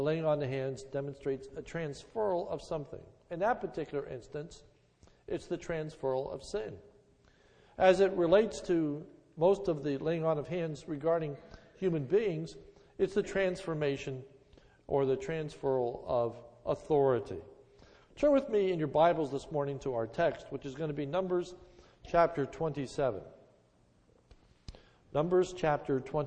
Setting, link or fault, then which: setting, large echoing room